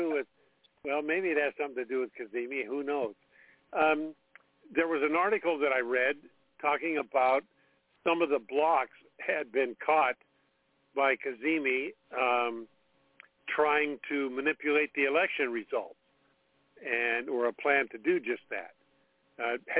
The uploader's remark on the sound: Conference Call